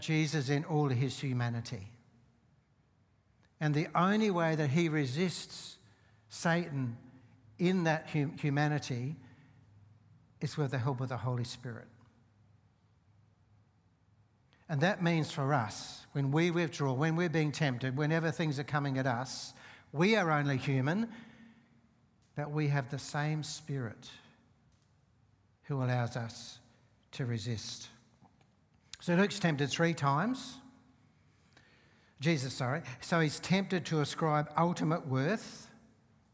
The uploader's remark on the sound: Seeds Church Live